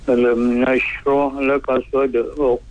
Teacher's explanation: Alam nasyrah laka sad, dia ada bunyi qalqalah sughranya. Kemudian kaf yang ketika mana diwakafkan ada dia punya angin dia.